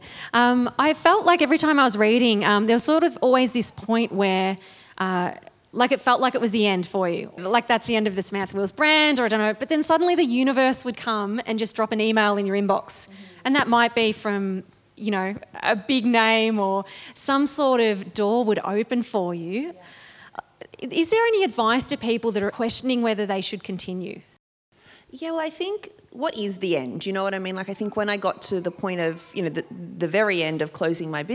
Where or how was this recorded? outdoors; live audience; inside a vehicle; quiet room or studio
live audience